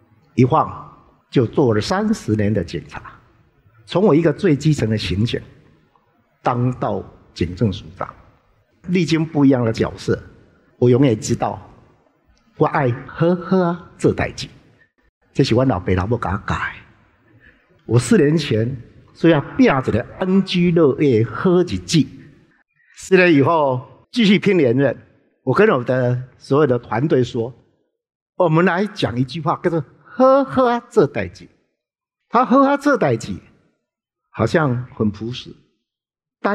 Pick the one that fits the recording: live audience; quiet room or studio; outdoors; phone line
live audience